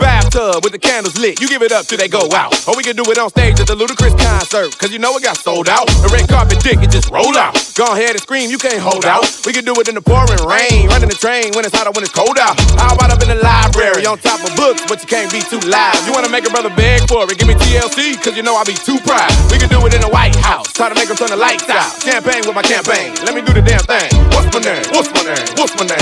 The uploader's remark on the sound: 'Eastside Night' recorded at Candy Shop, Paris 23-03-17.